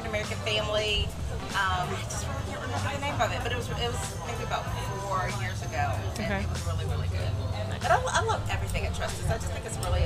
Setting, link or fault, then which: setting, busy venue